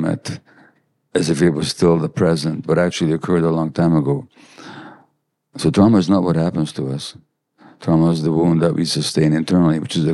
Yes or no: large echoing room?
no